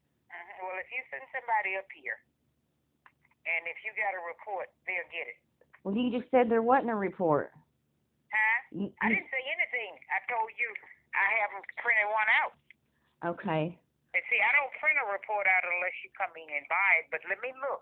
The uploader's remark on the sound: Bastrop Police Dept phone calling